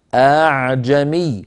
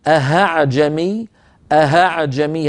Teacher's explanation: الهمزة الأولى محققة والثانية همزة ليست شديدة، ليس فيها قفل للمخرج · Shown in: first take · Term: بتسهيل الهمزة الثانية